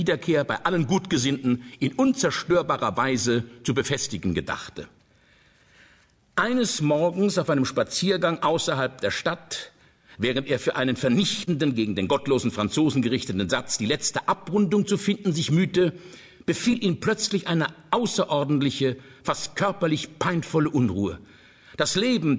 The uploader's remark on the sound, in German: Format: Original Recording. Eine atmosphärisch dichte Live-Lesung.